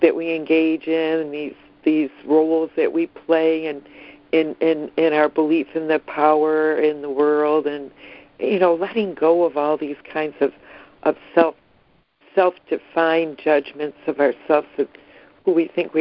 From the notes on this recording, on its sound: ACIM Daily Conference Call.